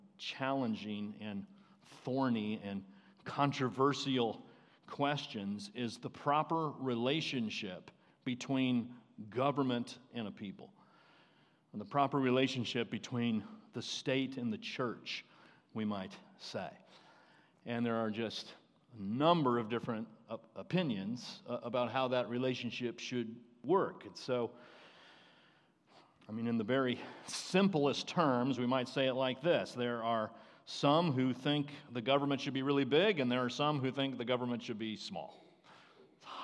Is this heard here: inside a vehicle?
no